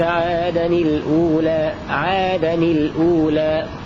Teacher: بإسكان لام التعريف وكسر نون التنوين تخلصا من التقاء الساكنين